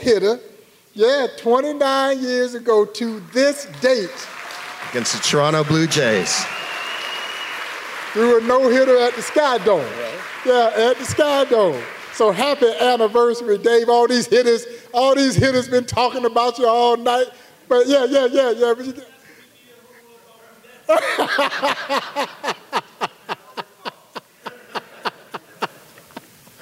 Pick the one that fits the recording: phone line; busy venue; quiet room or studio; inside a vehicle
busy venue